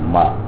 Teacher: میم زبر ما، آواز ناک میں نہ جانے پائے